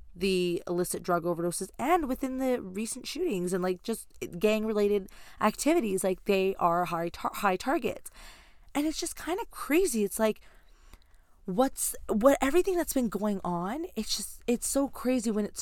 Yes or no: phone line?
no